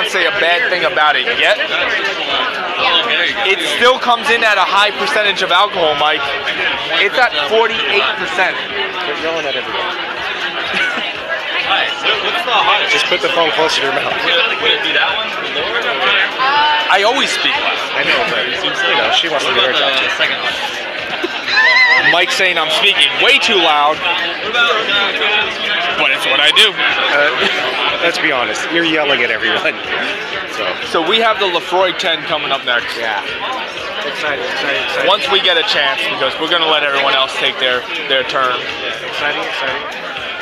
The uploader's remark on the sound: Laphroaig tasting event at Rustic Root in San Diego. Sorry for the audio on this one, it was a loud event.